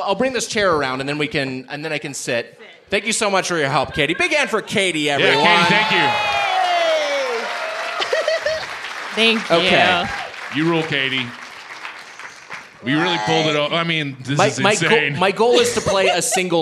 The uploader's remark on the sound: Recorded live at Comedy Work South, Denver in the before times.